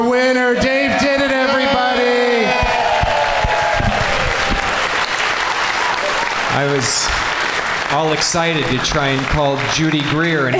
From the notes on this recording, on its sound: Live from the Variety Playhouse in Atlanta